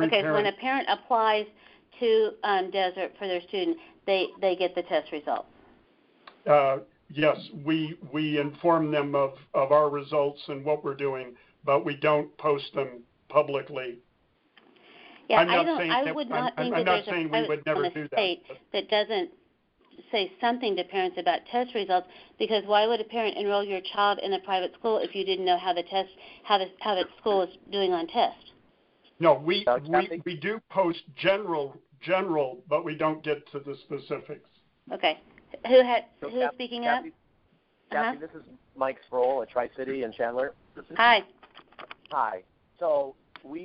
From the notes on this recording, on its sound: In a recording obtained by The Arizona Republic. An unscripted conference call with Christian school leaders.